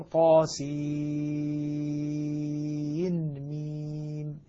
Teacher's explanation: وعند الإظهار أصل الغنة موجودة دون إشباع كما يقول العلماء · Term: إظهار مطلق